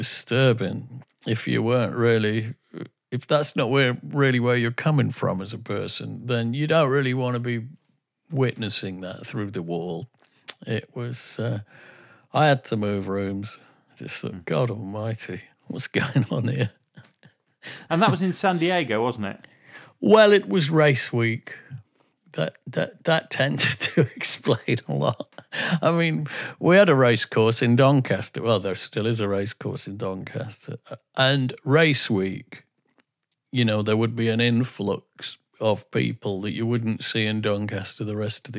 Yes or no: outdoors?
no